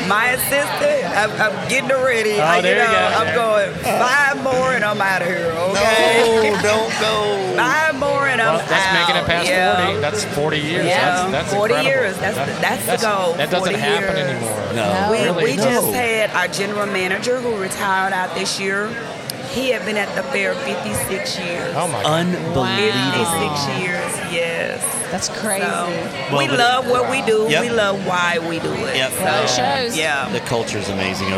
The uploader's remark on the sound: Live Watch Party Extravaganza at Palmer's. Step into the bustling atmosphere of Palmer's restaurant as we bring you a special live recording episode. Amidst the vibrant energy of the event. In the heart of East Dallas.